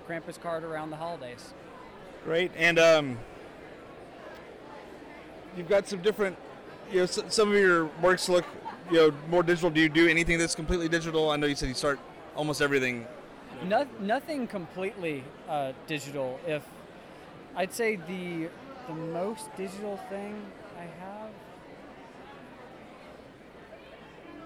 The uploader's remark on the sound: After a 2 year hiatus the podcast is back with some recorded interviews from Texas Frightmare Weekend 2022.